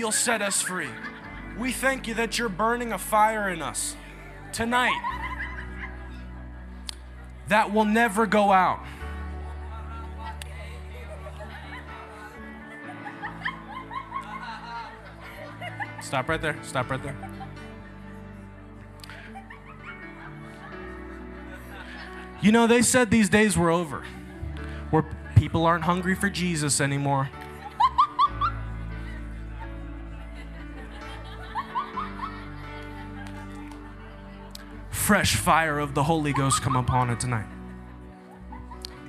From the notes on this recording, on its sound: Taking You Into A Live Holy Ghost Service. The altars were packed with young people giving their hearts to Jesus and getting set free. Take you directly into that live service.